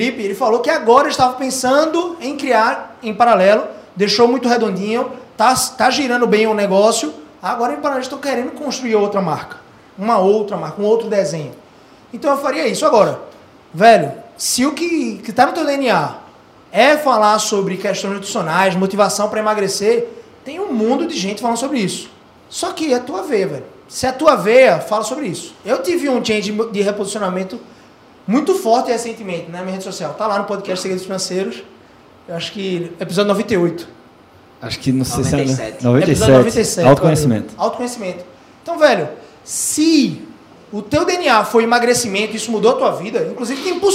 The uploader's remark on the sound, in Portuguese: Gravação AO VIVO